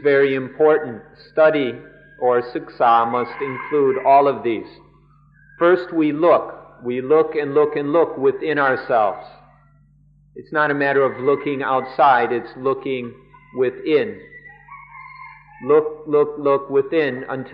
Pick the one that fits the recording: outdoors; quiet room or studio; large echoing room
large echoing room